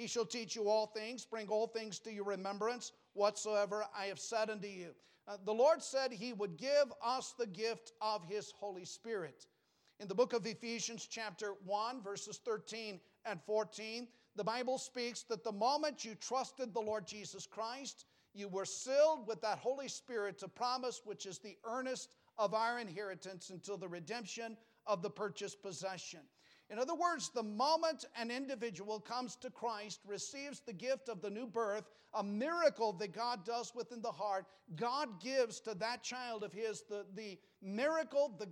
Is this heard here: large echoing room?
yes